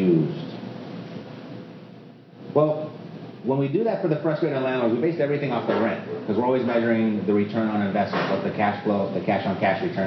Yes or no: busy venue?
yes